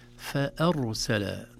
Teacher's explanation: نجد أن الراء هنا مفخمة لسكونها بعد فتحة